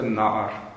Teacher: В данном случае патахом, потому что тут гортанный. Два согласных на конце разбиваются патахом. · Term: Эпентез